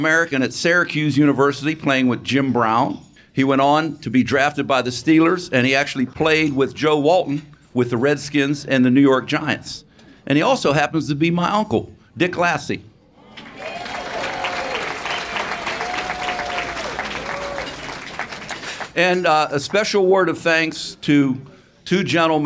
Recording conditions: busy venue